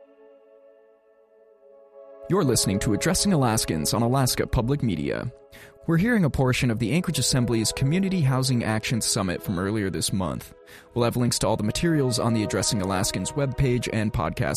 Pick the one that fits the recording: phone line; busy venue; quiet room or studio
busy venue